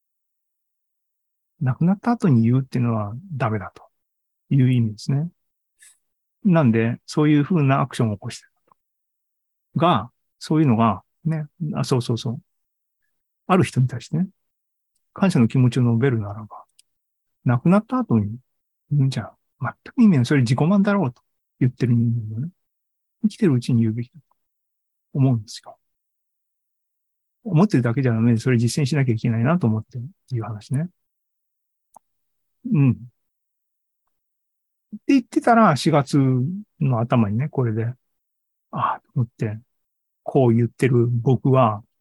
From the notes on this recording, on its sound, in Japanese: ２０２３年５月３１日に開催した ZOOMライブの模様です